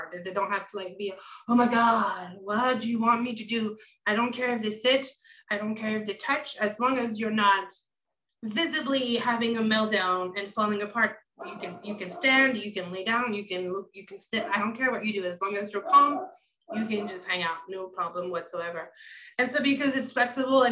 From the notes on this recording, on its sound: Recorded Webinar